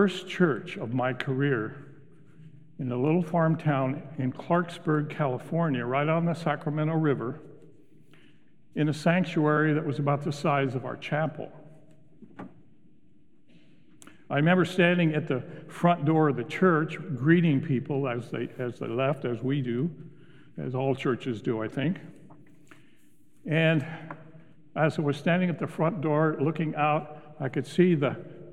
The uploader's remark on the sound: Recorded live at Beatitudes Church in Phoenix, AZ.